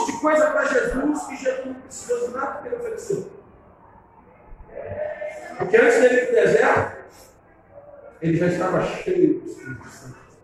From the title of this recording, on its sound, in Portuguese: Ao Vivo na Casa de Louvor